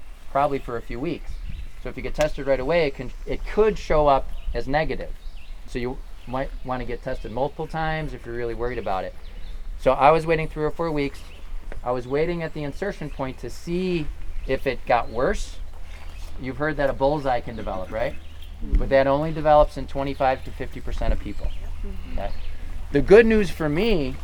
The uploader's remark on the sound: The Field Guides Live! (at the Allegany Nature Pilgrimage). The guys were invited to lead a hike at this year's Pilgrimage.